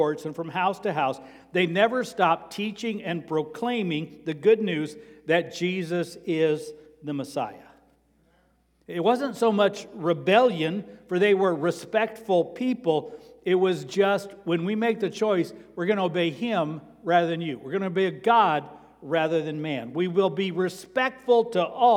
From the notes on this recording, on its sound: Sermon preached on Sunday, September 17, at Avondale Baptist Church.